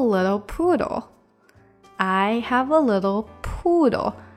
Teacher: Little little 这个 do 是混过去的音啊